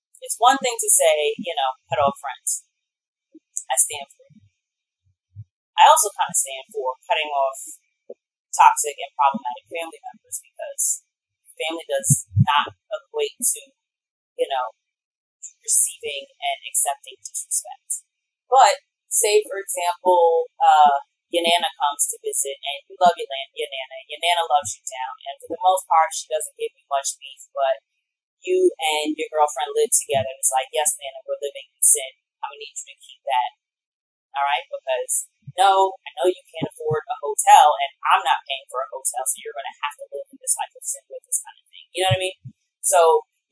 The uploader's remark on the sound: Heads up, there was an error in my recording! The audio quality isn’t the greatest, but you can still hear it all.